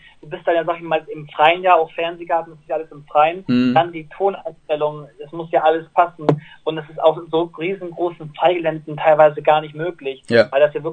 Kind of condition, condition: link, phone line